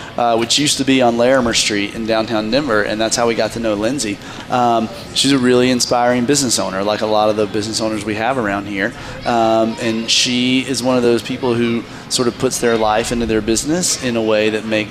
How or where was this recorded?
busy venue